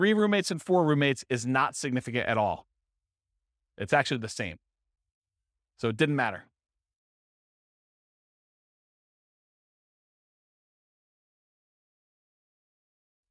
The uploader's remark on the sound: This was a live class recorded